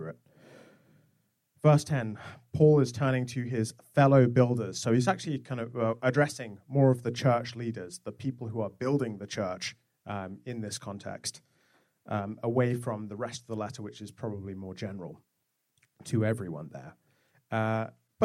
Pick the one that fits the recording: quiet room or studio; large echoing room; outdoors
large echoing room